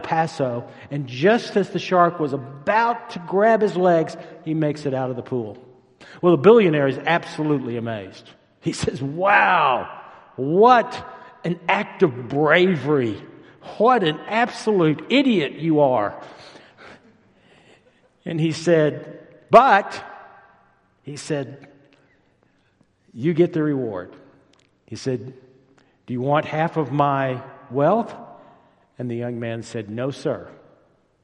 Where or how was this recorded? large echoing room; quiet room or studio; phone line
large echoing room